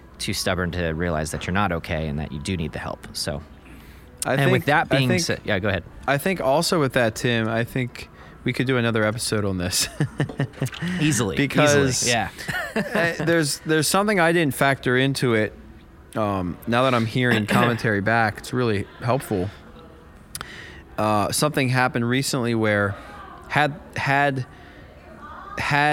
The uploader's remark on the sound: recording from a hotel lobby on his day off from tour